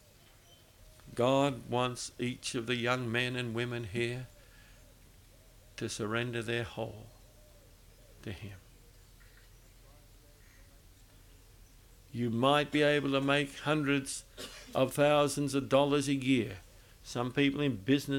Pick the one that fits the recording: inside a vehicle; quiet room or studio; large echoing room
large echoing room